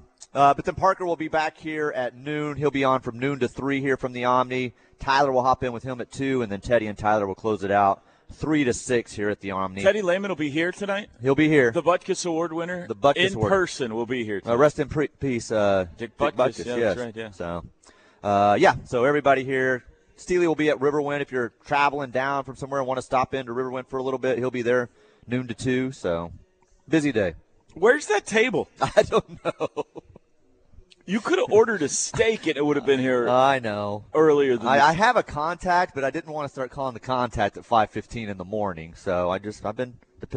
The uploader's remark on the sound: go live from the Omni in Dallas at the OU Alumni's Boomer Bash.